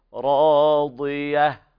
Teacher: بين الضاد من الدال فخم الضاد